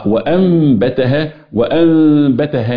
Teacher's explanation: فيها هنا بتختلف أيوة هنا الإقلاب إقلاب النون في حضرة الباء تقلب النون إلى ميم ثم تخفى الميم في الباء